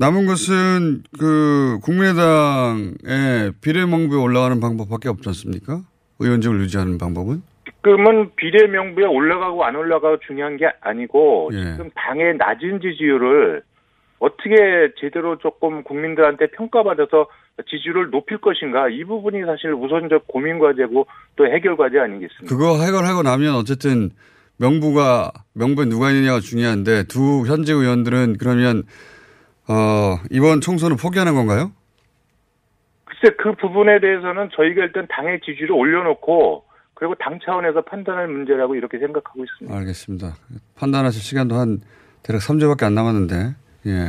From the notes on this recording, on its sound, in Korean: 전화연결